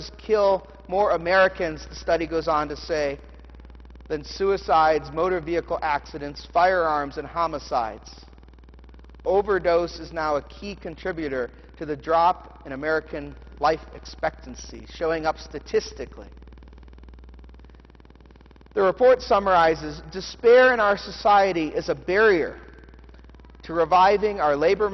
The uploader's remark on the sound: The Sermon from the Candlelight Christmas Eve Festal Eucharist service